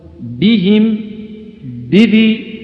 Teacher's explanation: ولفظ بهم حيث ورد، وبذي حيث ورد، بهم، بذي، سواء، لأن الهاء حرف ضعيف، لأن الهاء حرف ضعيف، فربما ضعفت الباء عنده، لذلك عطف على هذا مباشرة الشدة والجهر، واحرص على الشدة والجهر الذي فيها، يعني في الباء